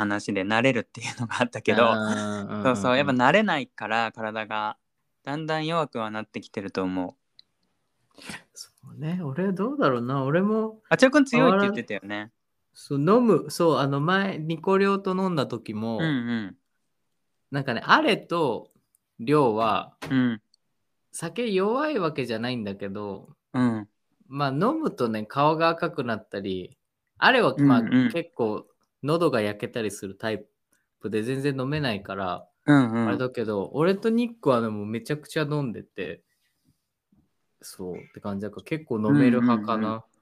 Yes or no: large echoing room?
no